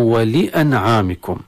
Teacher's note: والهمزة قطعية، والنون الساكنة التي سبقت العين تظهر عند العين من غير غنة، وفي الكلمة بالطبيعي بين العين وبين الميم الألف التي لم ترسم، هذا مد طبيعي في الكلمة.